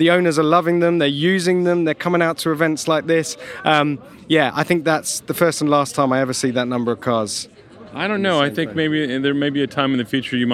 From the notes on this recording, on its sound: Live From The Pebble Beach Concours! Well, live-ish.